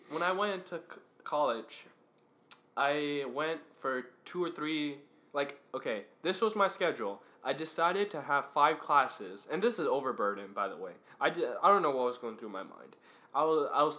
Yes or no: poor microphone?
yes